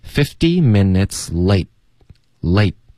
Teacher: 后面的 minutes late late 的特我们会省略